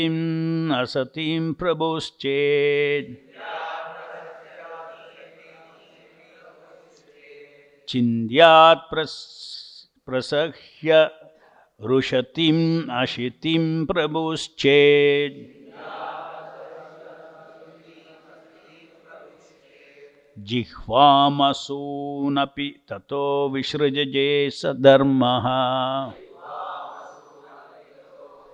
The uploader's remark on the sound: Listen to Srimad-Bhagavatam lectures given daily by the devotees at ISKCON Bangalore.